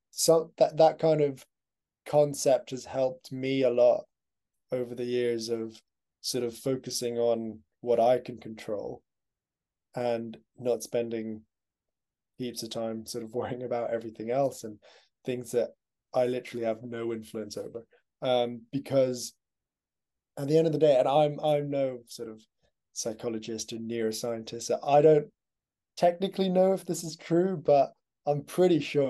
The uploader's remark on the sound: We decided the best thing to do was start recording video footage as well. The episodes will be recorded through Zoom.